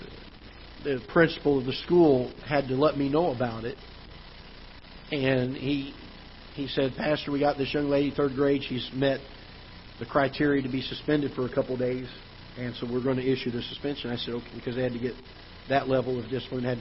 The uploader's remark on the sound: Ketha Heights Baptist Church ~ Live Broadcast.